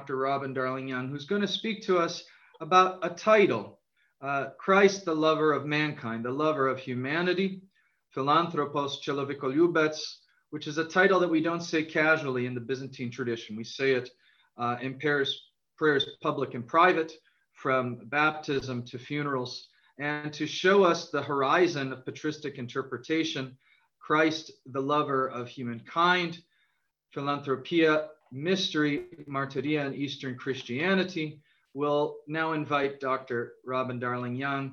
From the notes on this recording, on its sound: A webinar lecture. Co-presented by the Lumen Christi Institute and the Godbearer Institute.